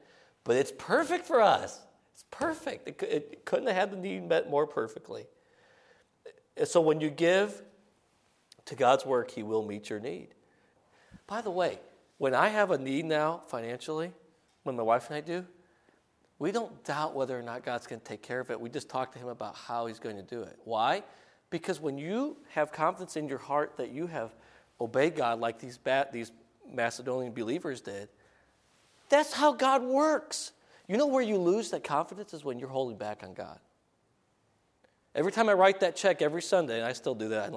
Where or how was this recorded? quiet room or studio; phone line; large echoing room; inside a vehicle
large echoing room